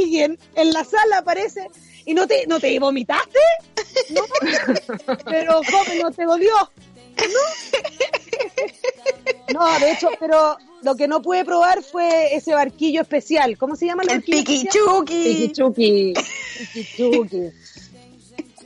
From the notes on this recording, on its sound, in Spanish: En vivo desde la montaña. Pero no logramos comunicarmos.